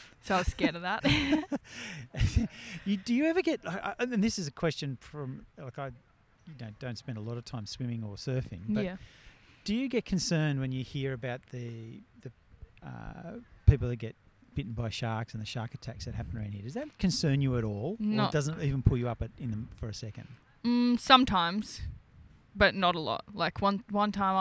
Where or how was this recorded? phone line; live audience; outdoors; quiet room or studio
outdoors